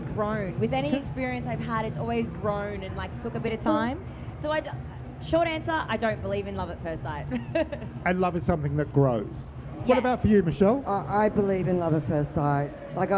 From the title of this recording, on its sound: Live From Love X